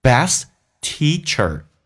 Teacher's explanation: 长元音拉到极限，轻轻的卷下舌头，在美式发音尾音卷舌轻度卷舌